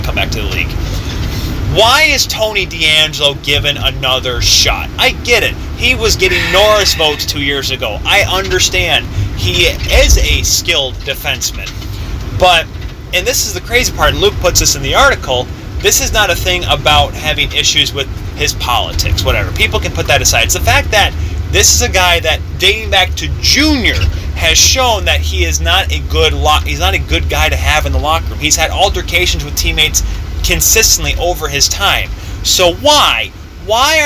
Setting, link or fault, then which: setting, inside a vehicle